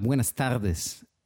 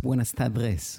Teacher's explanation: And there's a, for instance, if we were to say buenas tardes in Spanish today, that would be with the R preceding the D. In Ladino, it's buenas tardes with a D preceding the R. · Shown in: second take